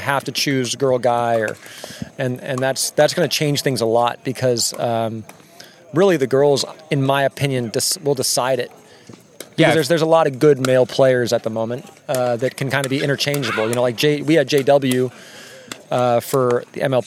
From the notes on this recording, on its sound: On location at Crescent Lake Park in beautiful St. Petersburg, FL.